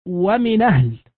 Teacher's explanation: بتسهيل الهمزة أي بنقل حركتها إلى النون الساكنة